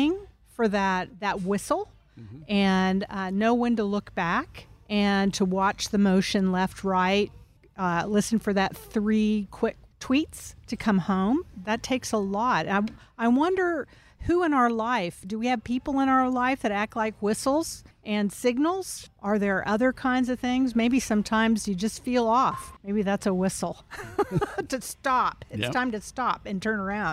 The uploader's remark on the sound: Recorded at Tusculum Brewing Company